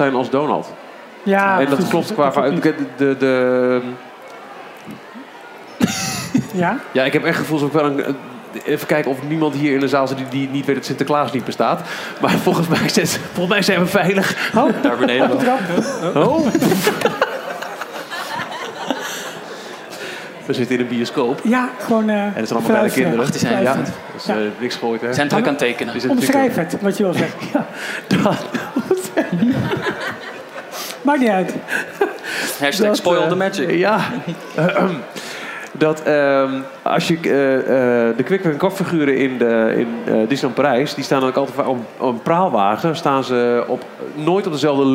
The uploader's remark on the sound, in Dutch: Live vanuit VUE Cinemas in Hilversum. Het aanwezige publiek van vaste luisteraars.